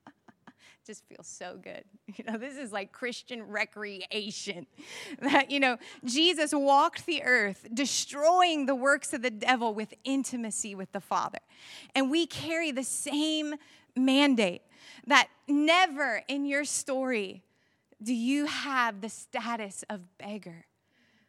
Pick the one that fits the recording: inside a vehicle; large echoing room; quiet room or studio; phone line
large echoing room